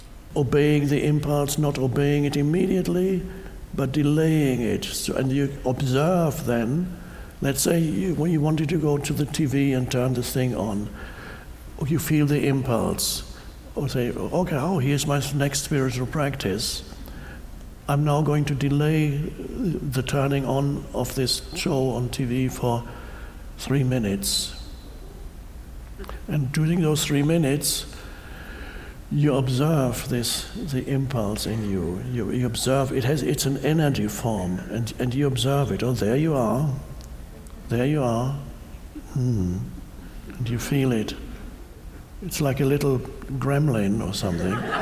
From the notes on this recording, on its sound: Answers a variety of questions from a live audience.